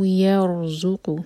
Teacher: را ساکن ہیوی کیونکہ اس سے پہلے ہے فتحہ